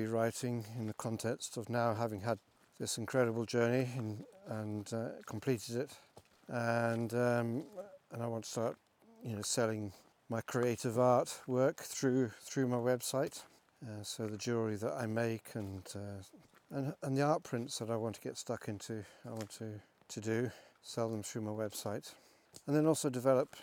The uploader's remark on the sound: Reworded live when walking the dog early one morning around the beautiful Aros Park.